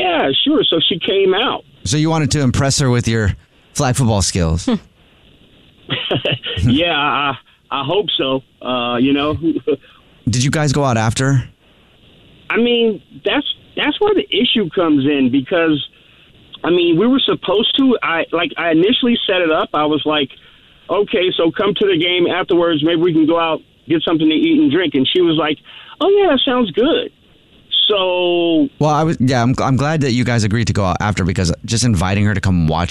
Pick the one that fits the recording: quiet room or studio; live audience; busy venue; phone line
phone line